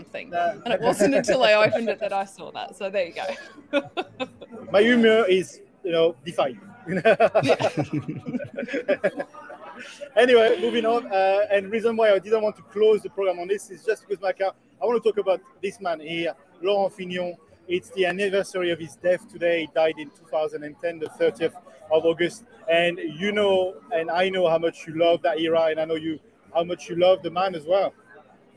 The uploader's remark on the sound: live from the Village at the Start of the stage today